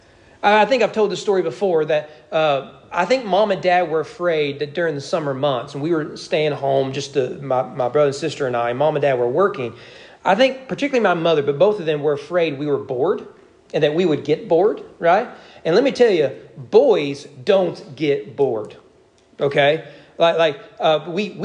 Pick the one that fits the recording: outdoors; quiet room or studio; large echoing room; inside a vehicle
large echoing room